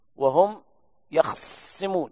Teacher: يخصمون بإسكان الخاء وصاد مشددة، معنى ذلك أنه جمع بين الساكنين وهم يخصمون، سكن الخاء ويشدد الصاد.